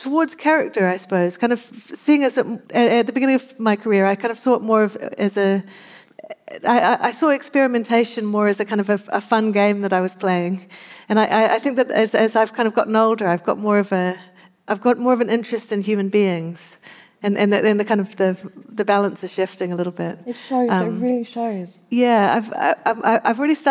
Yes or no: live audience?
yes